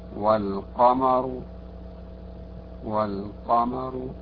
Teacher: الراء المضمومة الموقوف عليها بالروم، مثل والقمر، والقمر، هنا تفخم أيضا